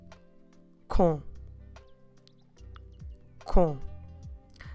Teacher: In order to pronounce correctly this preposition, don't forget to not close your lips at the end. It's a very nasal sound, but we should leave our lips open.